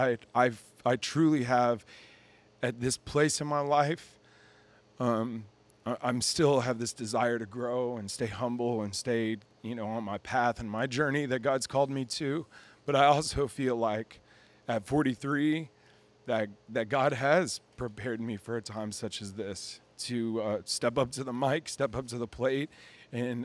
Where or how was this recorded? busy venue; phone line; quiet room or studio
busy venue